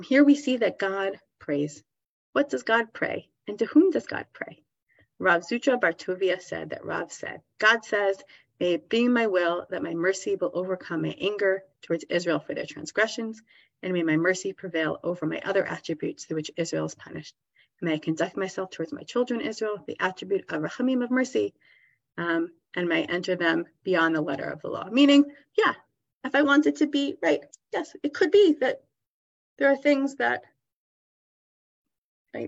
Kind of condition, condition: link, video call